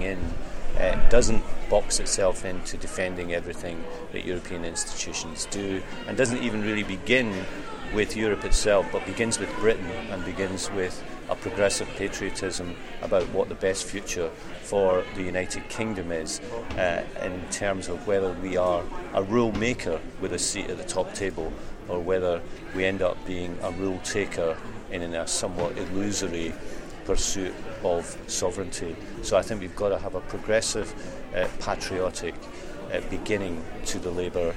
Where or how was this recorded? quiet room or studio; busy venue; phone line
busy venue